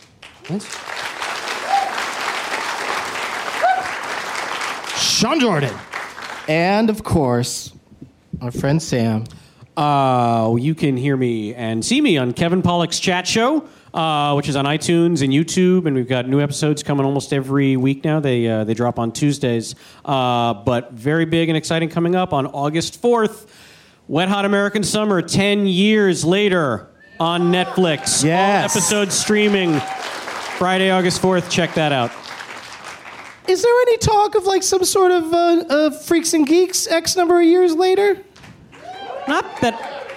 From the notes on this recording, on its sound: Live from the Traverse City Film Festival